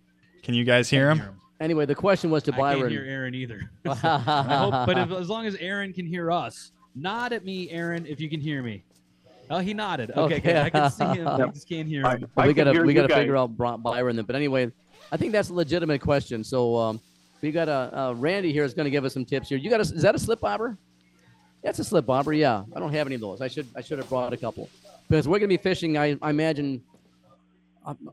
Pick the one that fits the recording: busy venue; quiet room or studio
busy venue